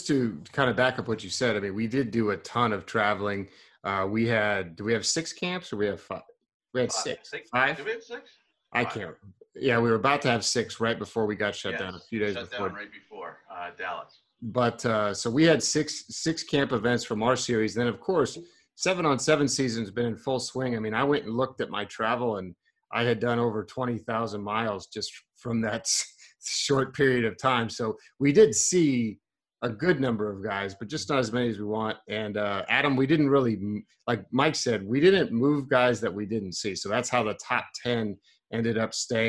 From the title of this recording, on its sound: Zoom Audio